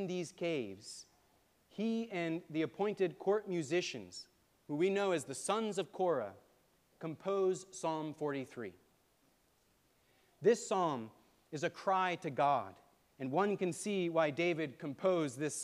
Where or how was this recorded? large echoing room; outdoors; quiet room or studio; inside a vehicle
large echoing room